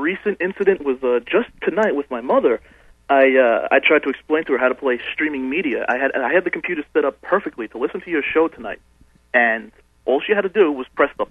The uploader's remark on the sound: VoIP didnt cut it so we made a commitment to live calls with a full telephone studio and toll-free access. This is the first hour of the live beta test of the phone lines.